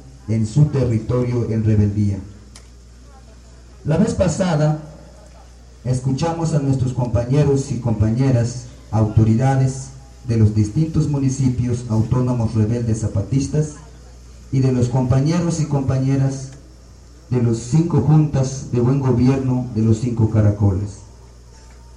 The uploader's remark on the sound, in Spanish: Algunos audios del segundo encuentro en Oventik. ALGUNOS AUDIOS DE OVENTIK DURANTE EL SEGUNDO ENCUENTRO DE PUEBLOS ZAPATISTAS CON LOS PUEBLOS DEL MUNDO.